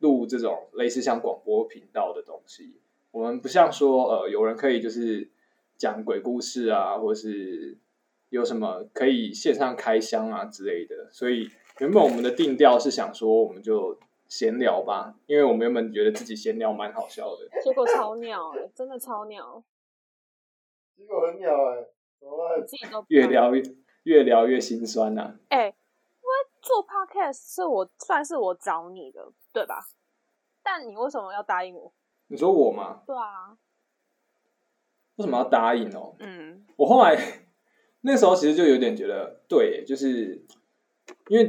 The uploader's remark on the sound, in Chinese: 從拙劣的音質中嘗試萌芽成長!因為採用遠端錄音和極度拙劣的剪輯能力，請大家多包容音質和音量上的問題。